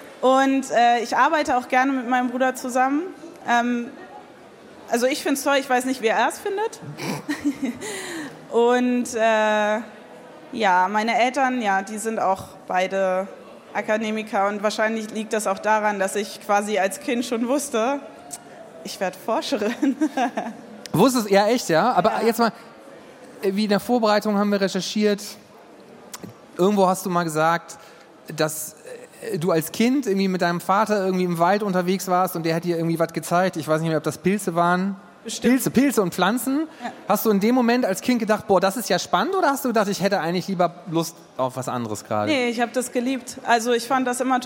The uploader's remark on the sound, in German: Im Live-Podcast. Oktober 2023 auf dem Silbersalz Festival in Halle (Saale) vor Publikum aufgezeichnet.